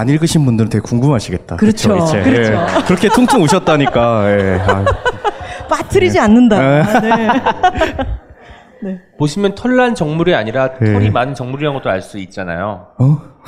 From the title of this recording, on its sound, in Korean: 젊은작가 공개방송 2부